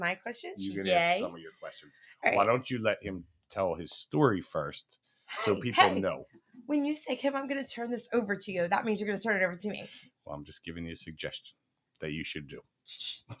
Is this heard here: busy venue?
no